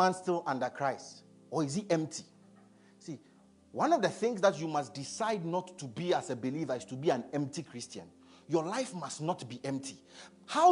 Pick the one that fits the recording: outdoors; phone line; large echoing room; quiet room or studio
large echoing room